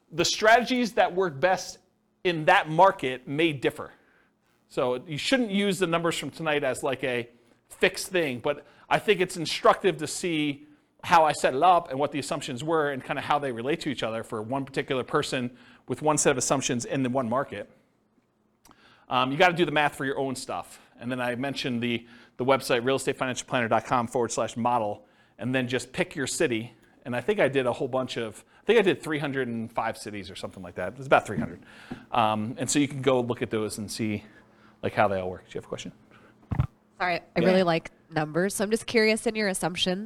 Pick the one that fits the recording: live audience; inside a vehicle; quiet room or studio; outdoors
live audience